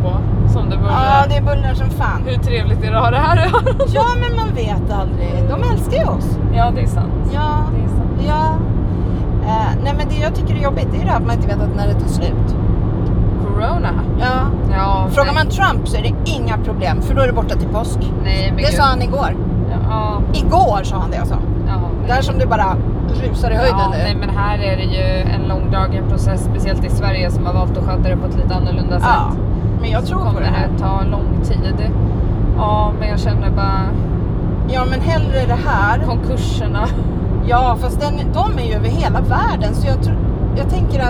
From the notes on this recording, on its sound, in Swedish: Bara en liten hälsning ifrån oss i Coronatider - ursäkta ljudet, ingen jingel.